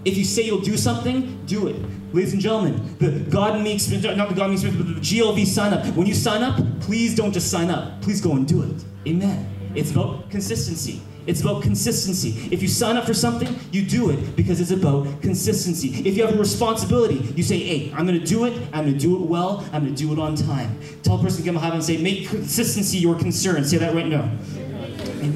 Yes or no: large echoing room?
yes